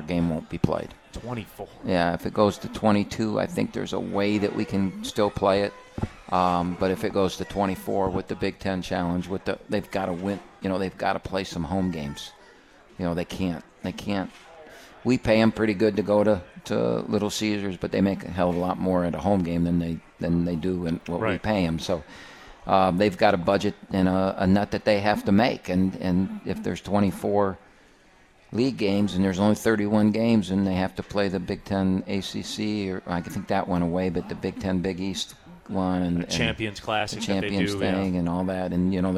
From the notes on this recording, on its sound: live from RJs Pub in Rochester Hills!